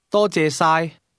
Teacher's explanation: The tone in 多谢晒 begins high and then falls before rising to the mid level.